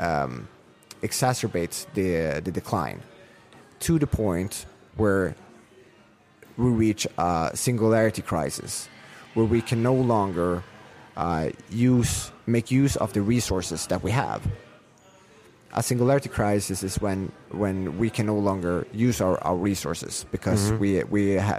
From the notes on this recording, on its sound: We sat down in Prague in between sessions and socials at BTC Prague